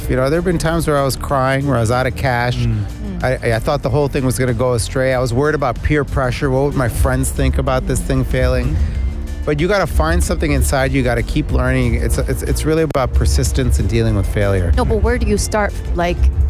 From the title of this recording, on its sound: Live from SEF 2024